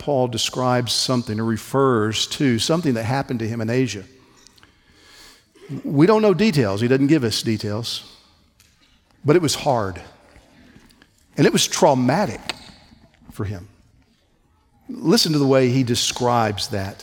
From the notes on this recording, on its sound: on January 18, 2024 at the Founders "Remember Jesus Christ" national conference in Southwest Florida